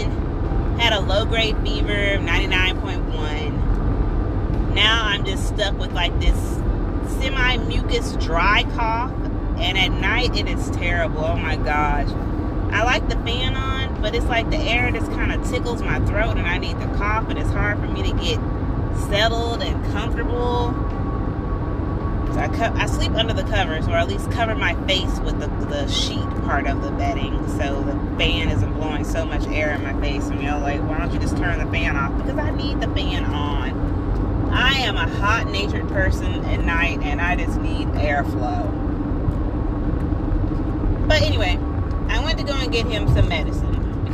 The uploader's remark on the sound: episode in the car